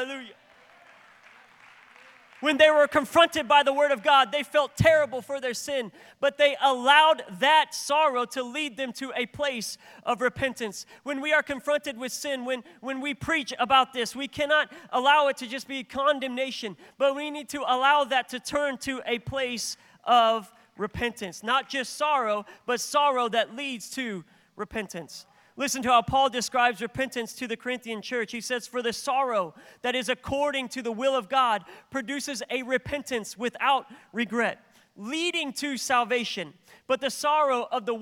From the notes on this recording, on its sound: This is the fifth day of our National Conference in January 2023.